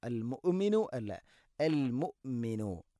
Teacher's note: ഹംസയുടെ ഉച്ചാരണം കൃത്യമാക്കണം, തൊണ്ടയുടെ താഴെ ഭാഗമാണ്, എന്നാൽ ഖൽഖല വരാൻ പാടില്ല.